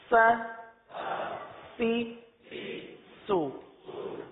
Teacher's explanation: سین میں سیٹی کی آواز نکلتی ہے